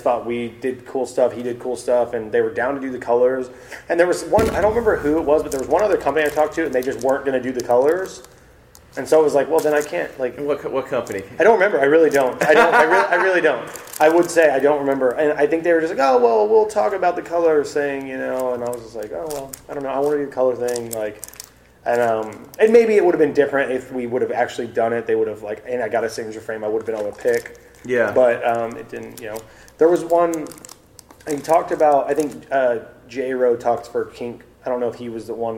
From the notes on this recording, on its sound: Our apologies for the random sonic boom noise throughout the conversation. Their conversation in Austin, Texas earlier this year.